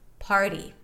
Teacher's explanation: The T after an R, the flap T after an R, actually sounds closer to a D